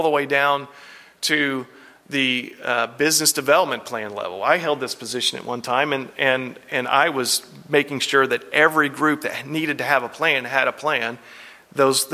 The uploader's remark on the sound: Breakout session from the 2022 ElevateAEC conference.